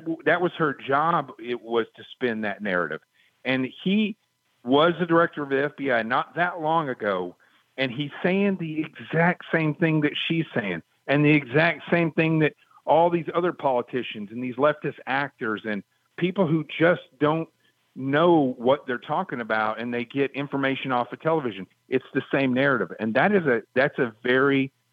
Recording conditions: phone line